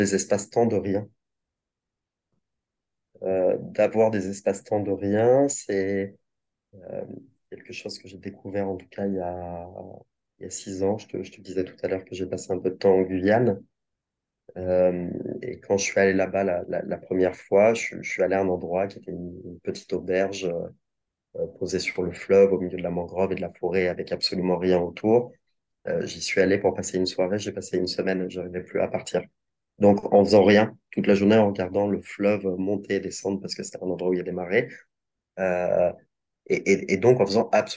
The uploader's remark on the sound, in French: Nous l'avons enregistré début 2023 à distance.